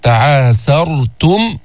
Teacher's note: لاحظتوا السين مستفلة، بعدين طلعت بالراء